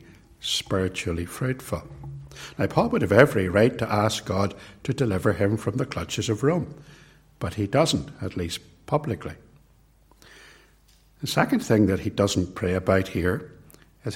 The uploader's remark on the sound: It was recorded at Templepatrick